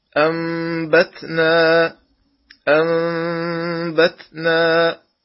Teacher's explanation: والإقلاب له حرف واحد هو حرف الباء، لهذا قال الناظم: والثالث الإقلاب عند الباء ميما بغنة مع الإخفاء، يعني عند النطق بالإقلاب ننطق ميما مخفاة بغنة